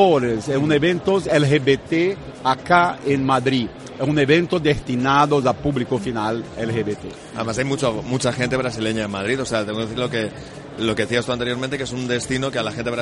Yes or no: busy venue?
yes